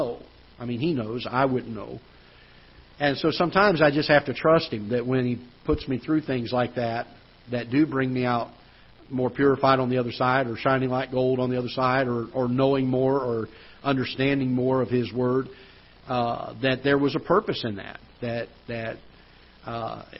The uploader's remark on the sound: Ketha Heights Baptist Church ~ Live Broadcast